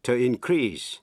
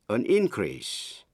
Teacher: To increase, nhưng khi là danh từ thì nhấn mạnh vần nhất · Shown in: second take